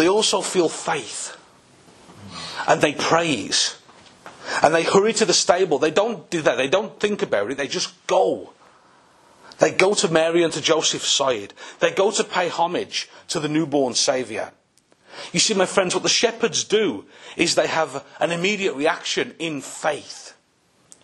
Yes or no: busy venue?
no